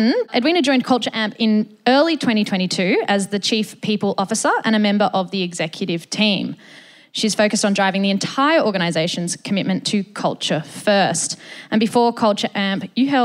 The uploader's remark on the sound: recorded at the Future Women Leadership Summit 2023